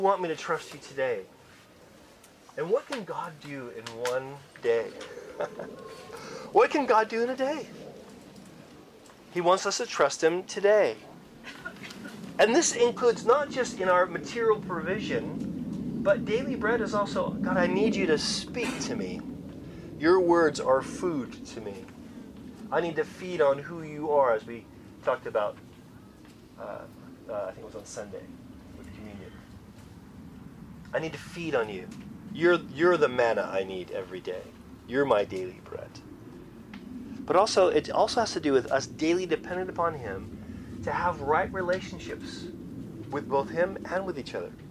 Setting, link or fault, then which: setting, outdoors